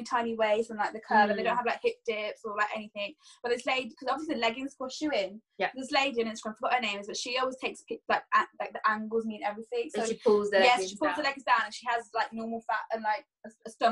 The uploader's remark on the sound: We’re back to the zoom calls